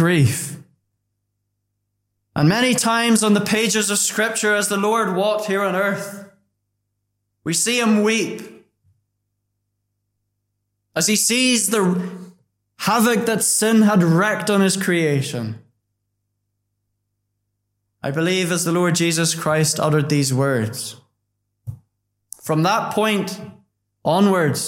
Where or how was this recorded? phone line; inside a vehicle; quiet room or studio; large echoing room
large echoing room